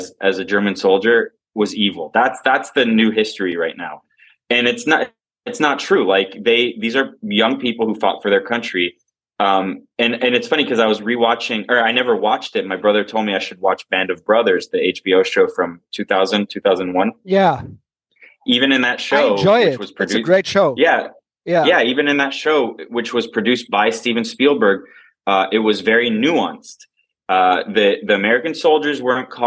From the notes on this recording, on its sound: Recorded via Zoom at a Starbucks in somewhere in Miami.